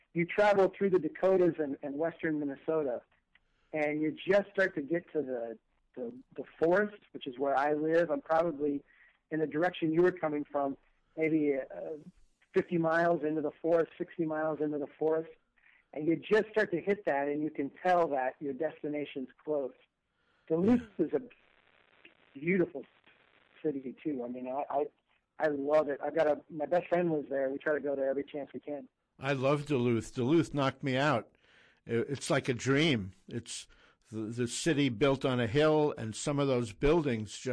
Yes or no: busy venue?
no